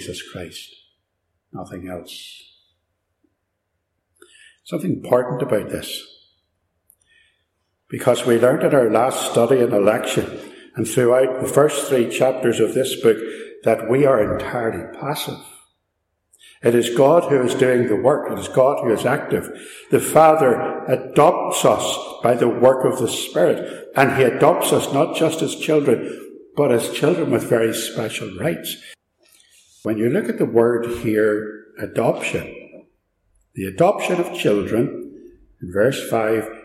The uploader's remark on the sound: Recorded live at Ballymacashon, (sorry about the echo - it's an old building).